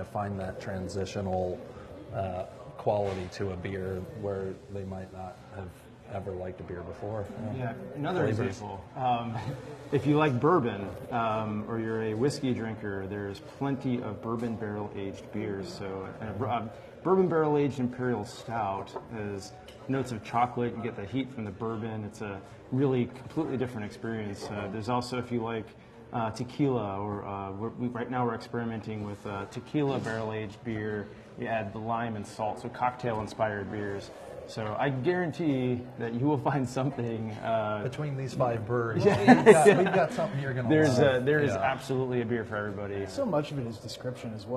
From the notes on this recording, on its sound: Live From Yogi's: Bloomingon Brewers On Indiana Craft Beer.